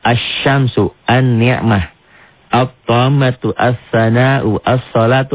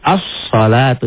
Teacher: Alif lamnya, lamnya enggak dibaca. Jangan dibaca al-salatu, tapi as-salatu, nyamber.